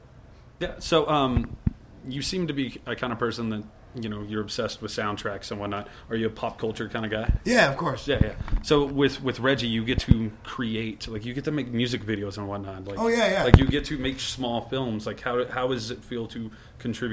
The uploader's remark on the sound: at the Marquis Theater in Denver